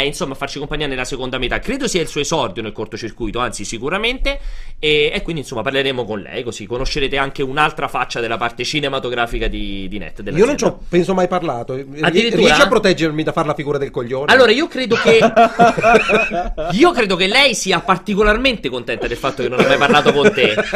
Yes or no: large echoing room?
no